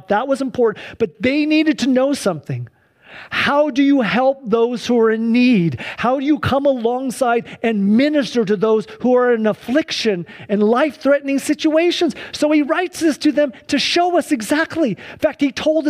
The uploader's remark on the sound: Sunday church service livestream.